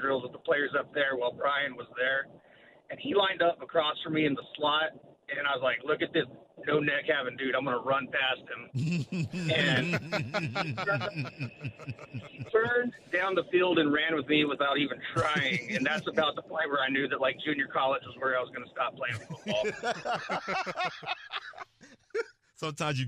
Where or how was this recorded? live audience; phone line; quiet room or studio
phone line